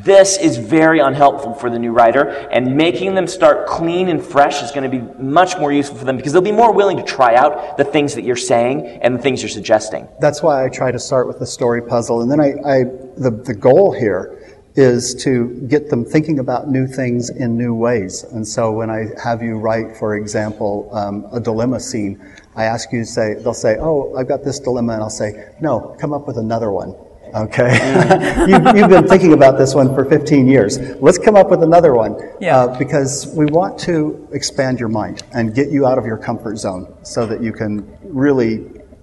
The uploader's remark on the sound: along with a live audience at Westercon 67